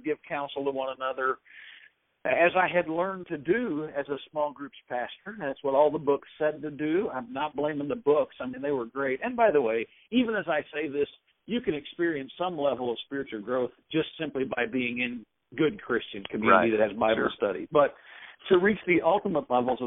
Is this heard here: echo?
no